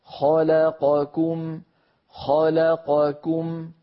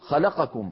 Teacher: أربع متواليات من المتحركات لابد أن تسوى أزمنتها · Shown in: first take · فنقول خلقكم، خلقكم، ولا نقول خلقكم هكذا بسرعة.